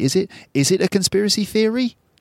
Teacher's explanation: Notice the upward intonation that I use on that question, which is designed, it's done with the intention of expressing surprise or doubt as well.